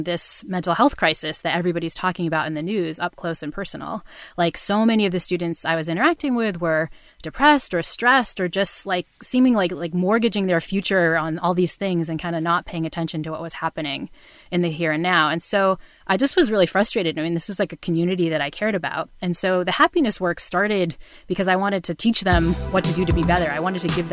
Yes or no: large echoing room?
no